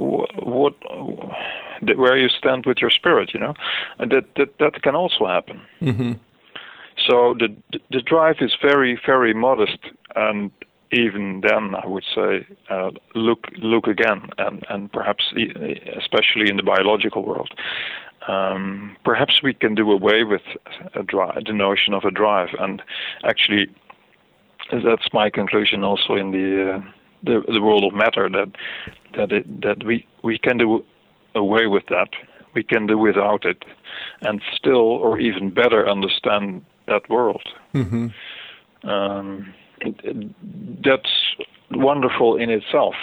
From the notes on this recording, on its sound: spoke by phone